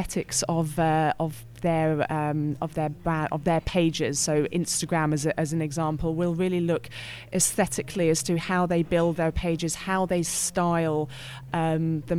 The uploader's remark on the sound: Recorded at PRWeek's PR360 conference